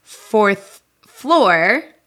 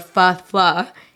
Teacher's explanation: whether they said fourth floor in a rhotic style or fa-fla in a non-rhotic style